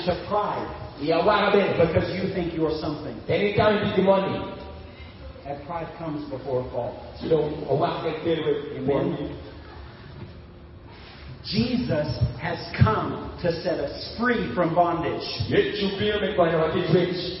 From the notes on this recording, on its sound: This sermon was preached at the believer's conference of the 2017 Ukombozi Gospel Outreach in Gulu, Uganda.